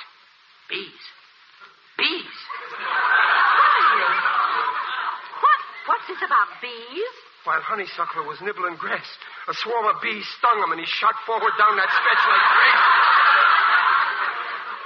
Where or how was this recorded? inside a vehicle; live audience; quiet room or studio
live audience